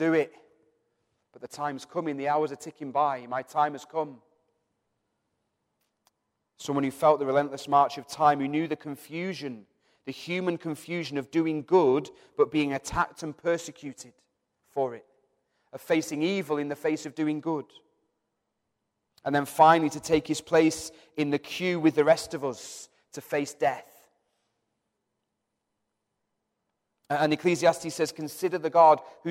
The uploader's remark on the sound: Recorded from our Sunday morning service. Metro Christian Centre.